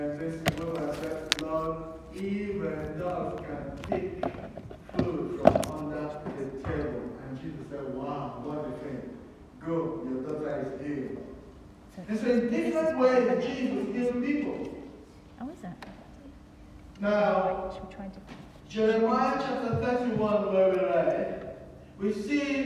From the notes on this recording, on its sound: We encountered major technical issues with our sound system during this broadcast. The scriptures were re-recorded after the service due to the sound system dropping out completely during that part of the service.